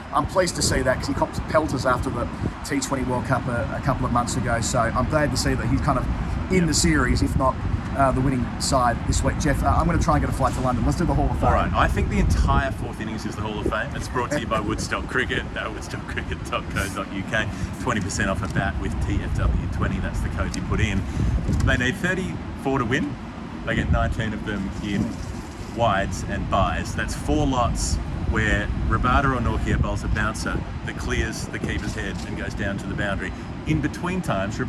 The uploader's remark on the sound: Forgive the wind sound, we're still working on the audio set-up for these.